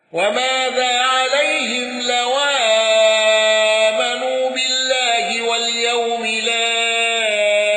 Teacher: ورش من الطريقين بالنقل وأوله العارض